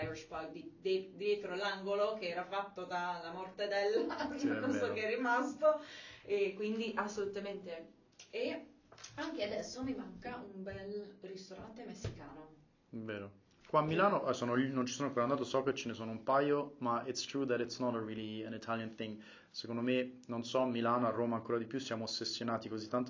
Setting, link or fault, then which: fault, poor microphone